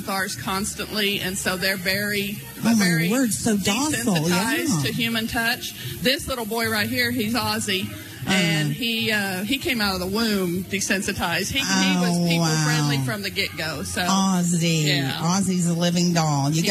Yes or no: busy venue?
yes